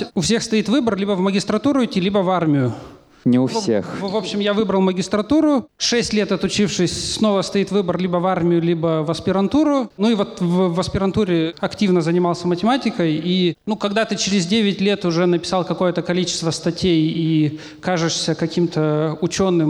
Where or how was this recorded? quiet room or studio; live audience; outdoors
live audience